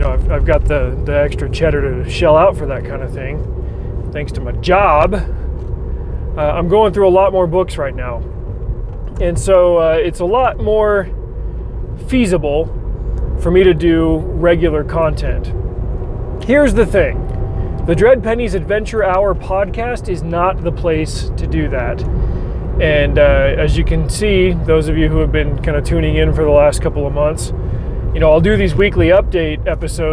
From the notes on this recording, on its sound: New mic. I can finally start recording in my dingdang car again.